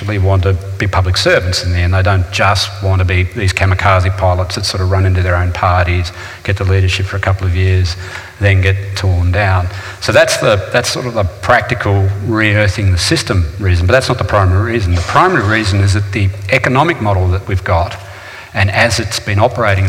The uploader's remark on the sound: This is a live recording from our event.